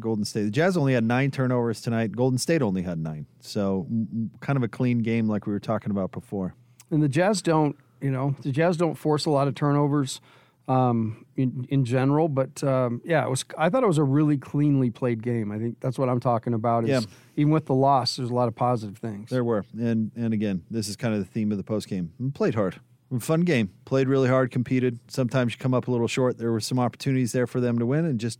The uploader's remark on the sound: Postgame press conference audio